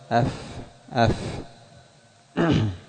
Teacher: وليس المراد بالبطن المبالغة في إدخال الثنايا إلى قعر الشفة السفلى، وإنما بطن الشفة هو الذي لا يرى في المواجهة، إذا واجهت شخصا فبطن شفتك لا يرى، فتضع الثنايا العليا في بطن الشفة